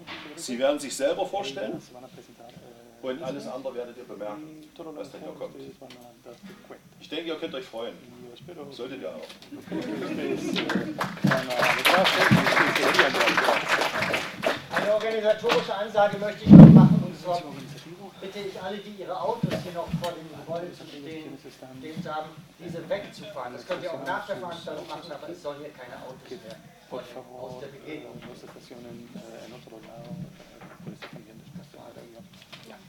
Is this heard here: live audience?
yes